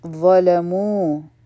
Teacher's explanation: د مخرج چې دی دا د ذال په شان دی. په دې کې زموږ ژبه د بره غاښونو د لاندې راځي، لیکن دا مونږ غټ وایو، نو دا به د فل ماوت سره ویلې کېږي. ظلمو مو حرف مد دا دی، دوه حرکا به راکاږو. · Term: غټ حرف